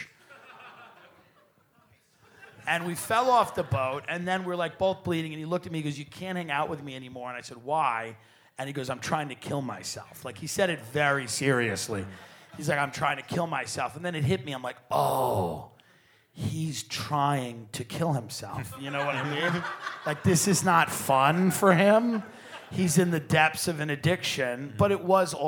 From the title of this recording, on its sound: Live From Cleveland